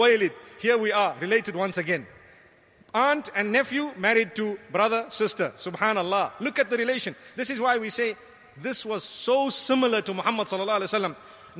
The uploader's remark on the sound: Delivered at Tuanku Mizan Zainal Abidin Musjid